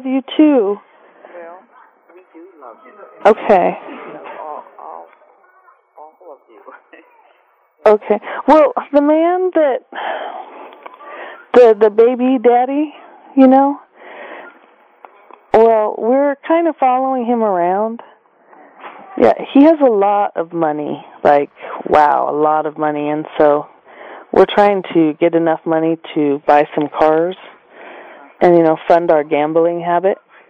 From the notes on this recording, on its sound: Prank Phone Calls